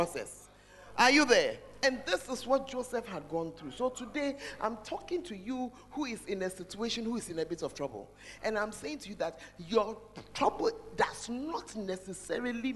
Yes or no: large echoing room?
yes